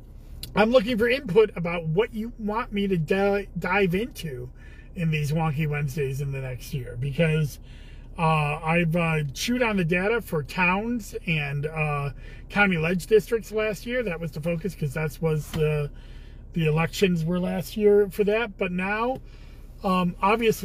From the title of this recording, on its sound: Commissioner in a Car